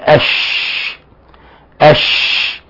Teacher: ومن الأخطاء أيضا في لفظ الشيطان الشين، تضييع التفشي، إسقاط التفشي في الشين، لأن الشين من صفات هذا الحرف أنه حرف تفشي يعني انتشار الصوت